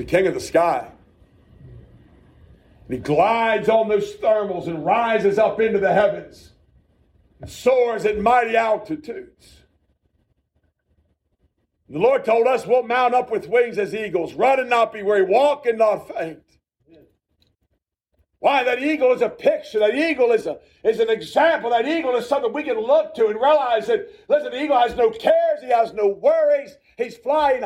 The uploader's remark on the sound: A message preached at the Shippensburg Independent Baptist Church.